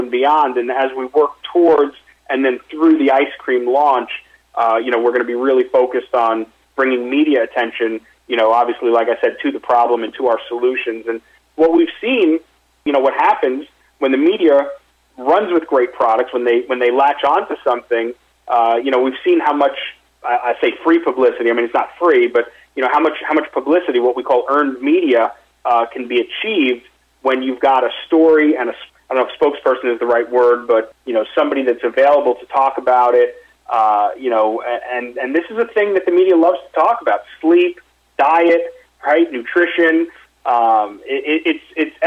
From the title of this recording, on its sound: Investor Conference Call